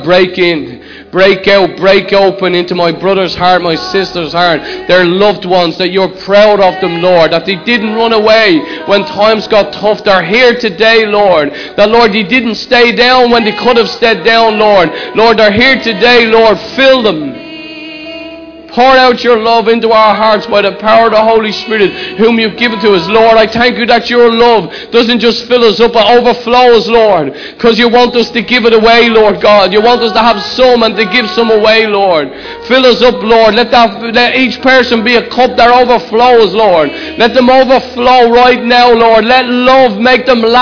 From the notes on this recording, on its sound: Recorded live in Liberty Church on 30th June 2019